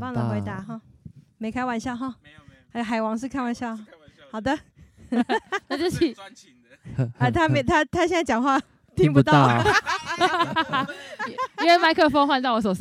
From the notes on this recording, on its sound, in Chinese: 我們在露營區升營火錄音